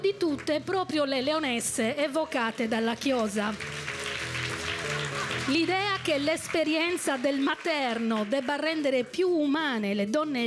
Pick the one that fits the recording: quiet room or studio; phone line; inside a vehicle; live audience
live audience